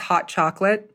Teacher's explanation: we have our classics where we uh, drop the T's which is common in general American.